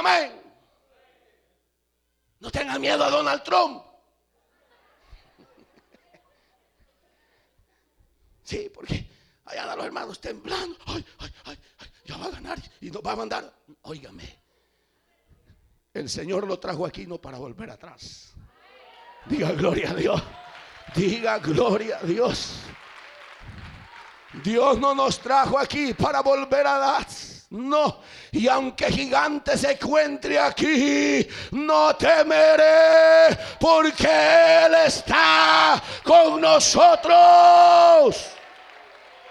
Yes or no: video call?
no